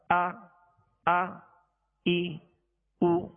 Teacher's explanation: حمزہ میں ویسے بھی اس میں سختی ہے، جھٹکا ہے، اور اس کو ضغطا کے ساتھ یعنی جھٹکے کے ساتھ ادا کیا جاتا ہے